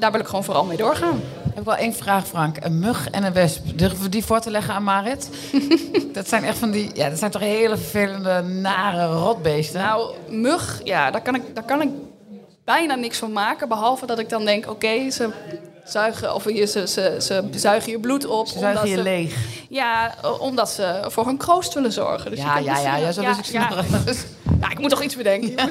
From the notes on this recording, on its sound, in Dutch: Tijdens een live podcast op de Lezersdag van Tubantia